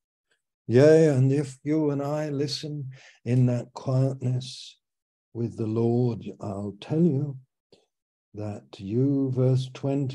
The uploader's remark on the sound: Our Fellowship - Malaysia Meets (Zoom).